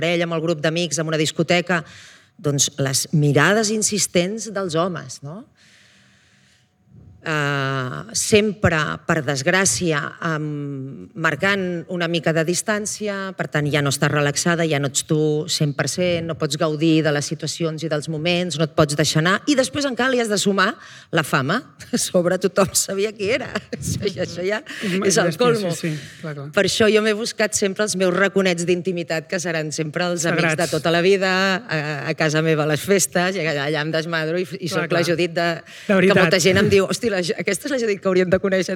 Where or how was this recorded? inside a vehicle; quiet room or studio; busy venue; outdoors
busy venue